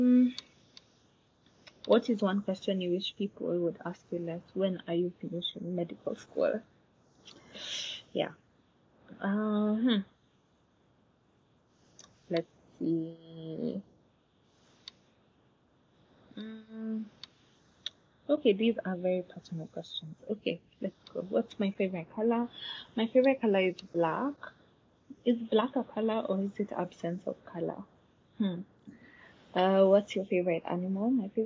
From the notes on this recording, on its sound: Sorry about any background noise or any place I’m not clear.